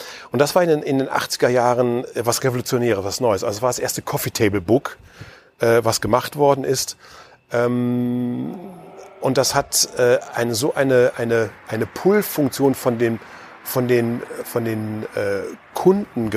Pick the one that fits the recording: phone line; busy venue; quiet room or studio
busy venue